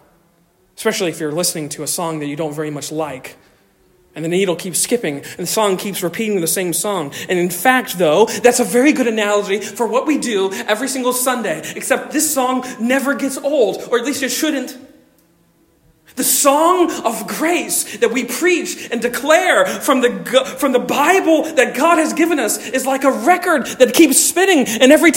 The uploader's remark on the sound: Originally delivered on 3 September 2023 at Stonington Baptist Church, Paxinos, PA. Originally delivered on 3 September 2023 at Stonington Baptist Church, Paxinos, PA.